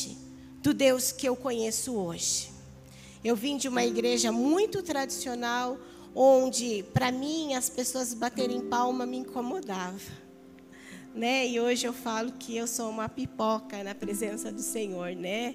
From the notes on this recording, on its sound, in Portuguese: Áudio do Culto de Domingo do dia 14/08/2022.